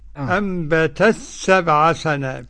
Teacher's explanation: إدغام تاء التأنيث في السين لأبي عمرو وحمزة والكسائي وخلف العاشر، والباقون بالإظهار.